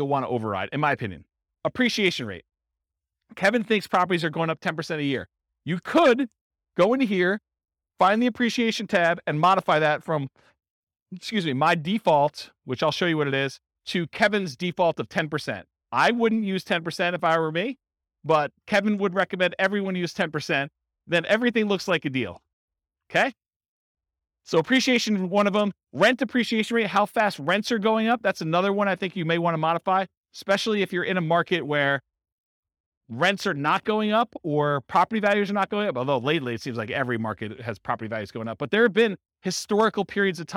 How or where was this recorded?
live audience